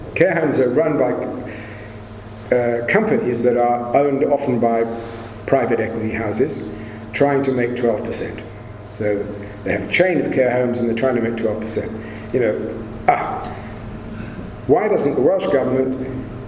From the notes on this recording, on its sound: It was recorded at a Cymmrodorion event in January 2018.